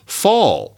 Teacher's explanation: Fall, that's a round backety sound.